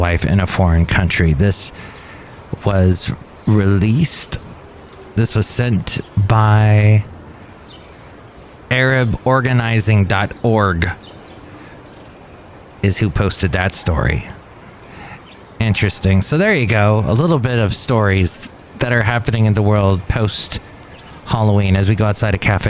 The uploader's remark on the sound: podcasts live from Cafe Anyway